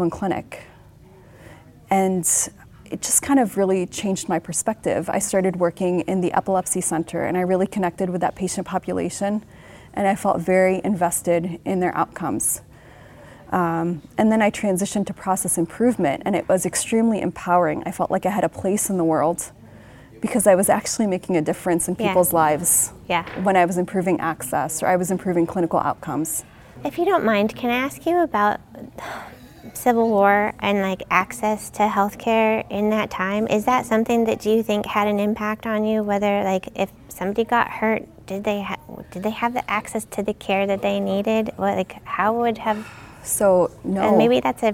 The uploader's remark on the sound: Recorded at HIMSS22.